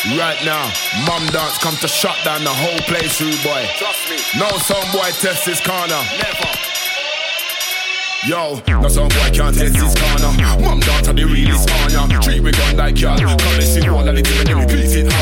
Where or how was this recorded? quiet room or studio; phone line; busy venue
busy venue